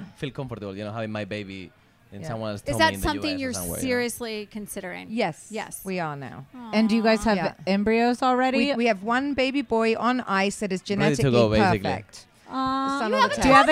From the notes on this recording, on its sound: Live from BravoCon.